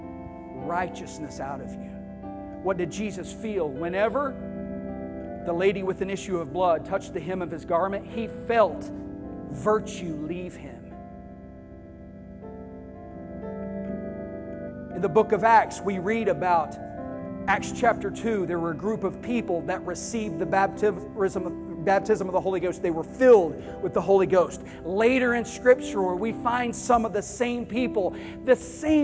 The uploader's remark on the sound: Sunday morning service